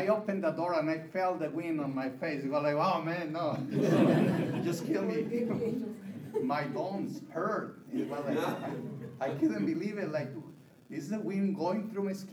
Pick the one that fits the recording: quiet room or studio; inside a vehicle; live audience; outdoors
live audience